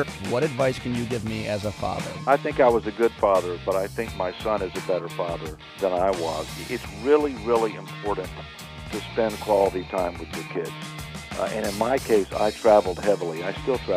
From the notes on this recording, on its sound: In studio. Joined us by phone.